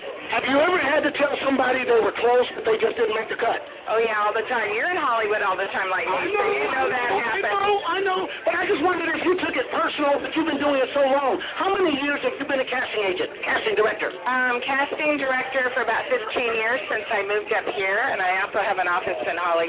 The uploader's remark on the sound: LIve from the "Prison Blues" Red Carpet Premiere. Live audio from the Red Carpet at Arrivals.